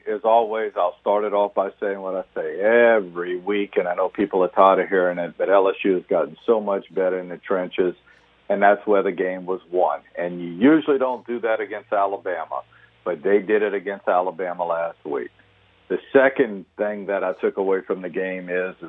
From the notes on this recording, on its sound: We then go to the phones for 2 fun guests.